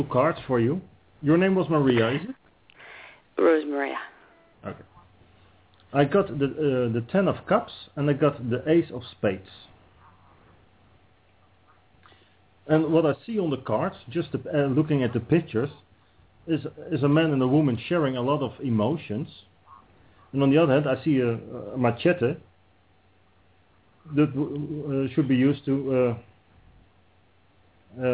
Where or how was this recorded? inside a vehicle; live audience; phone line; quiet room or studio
phone line